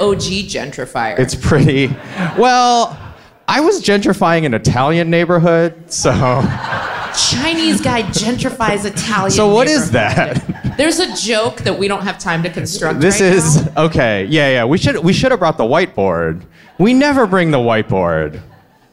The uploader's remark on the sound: Live from Brooklyn, NY